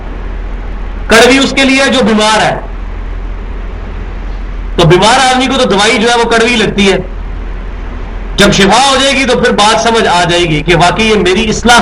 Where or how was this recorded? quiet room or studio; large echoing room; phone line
large echoing room